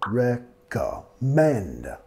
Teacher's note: Recommend. Ya más fuerte en la última sílaba. · Term: acentuación